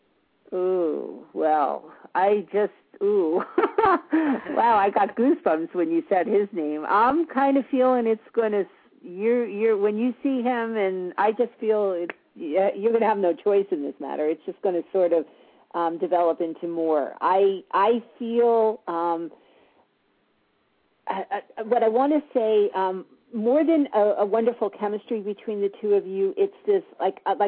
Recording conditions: phone line